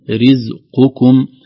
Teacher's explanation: القاف حرف مستعلٍ فيه قوة والكاف حرف مرقق، خوف من أن تصبح الحرفان كأنهما رزقكم أو رزقكم، يعني يخشى أن تصبح القاف كاف أو الكاف قاف.